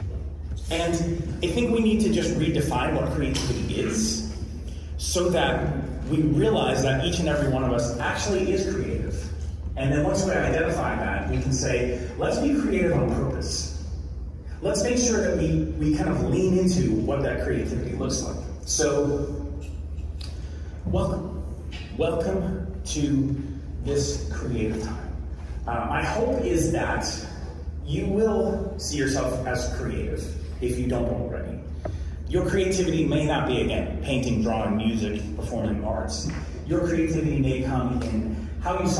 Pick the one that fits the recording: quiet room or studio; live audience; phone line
live audience